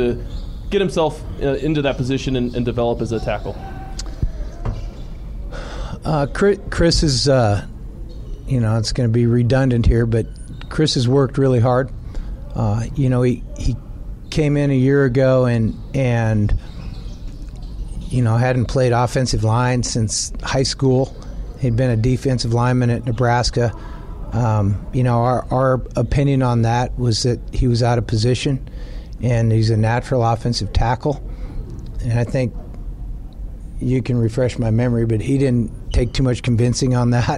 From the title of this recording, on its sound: Montana Griz press conference